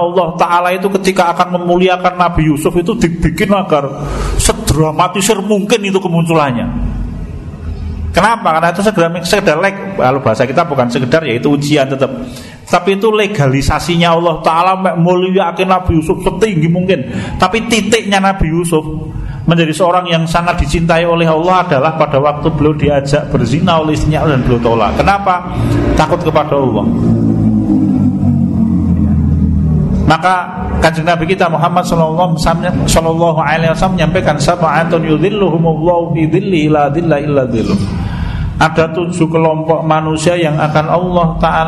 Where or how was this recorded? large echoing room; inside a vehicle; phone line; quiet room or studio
large echoing room